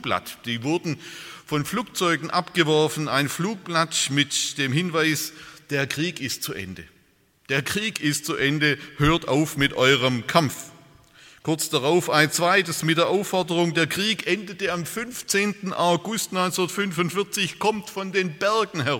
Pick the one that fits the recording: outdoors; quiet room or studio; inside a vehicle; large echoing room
large echoing room